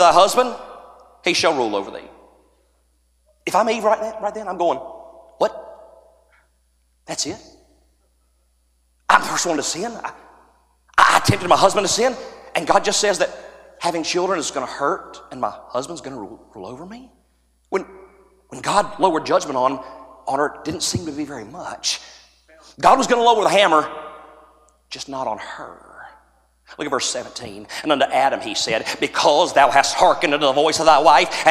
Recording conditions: live audience